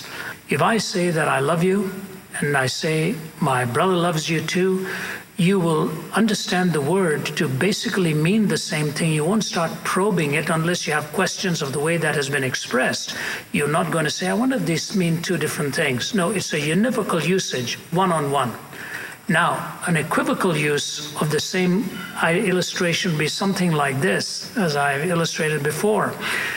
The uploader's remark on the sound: Q & A Vol. IV Columbia University. At a Q&A session at Columbia University.